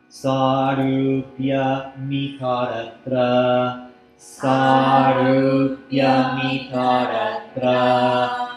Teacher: So remember, when the words join, when it ends with a consonant like sarupyam and then begins with a vowel, that consonant is going to feel like it's been stolen by the second word.